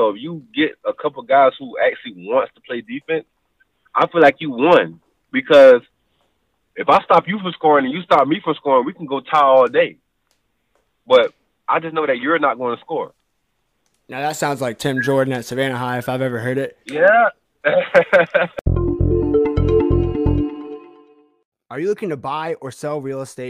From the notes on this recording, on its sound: phone recording